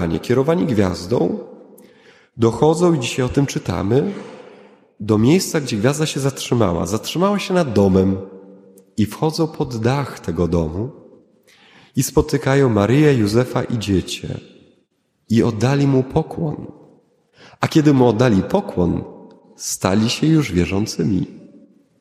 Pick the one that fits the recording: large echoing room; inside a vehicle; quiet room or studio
large echoing room